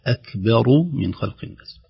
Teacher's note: الهمس في الكاف يعني لا نجعلها زيادة على الهمس فتقلق، لا نقول أكبر هذه قلقلة أك، أما أكبر خروج فقط هواء يسير في مخرج الحرف هذه يسمى همس. وكذلك الباء ترقق لا تتأثر بالراء بعدها